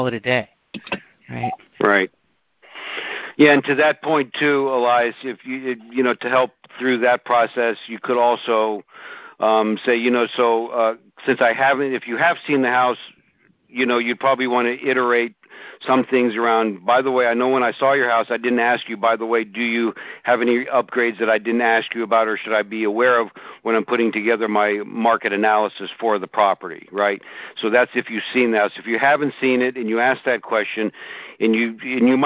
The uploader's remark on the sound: In this Group Call recording.